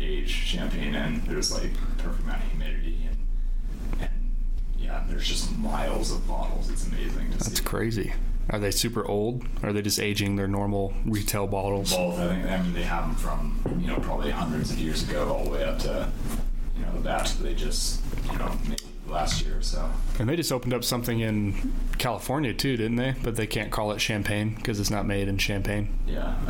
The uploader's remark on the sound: there were technical issues recording but we liked the interview so much that we decided to post it anyways despite the poor sound quality and background noise